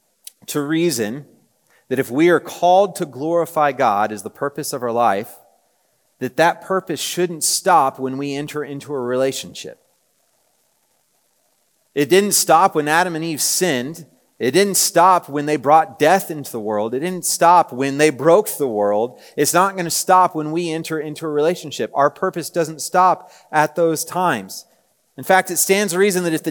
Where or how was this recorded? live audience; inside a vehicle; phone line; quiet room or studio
live audience